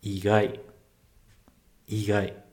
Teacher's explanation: Igai começa de baixo